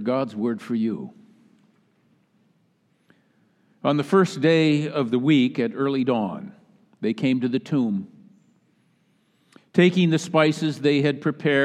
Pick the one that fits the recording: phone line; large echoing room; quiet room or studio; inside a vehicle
large echoing room